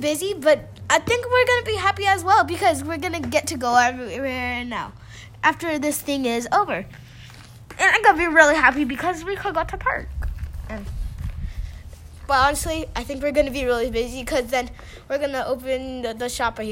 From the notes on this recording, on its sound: We sat outside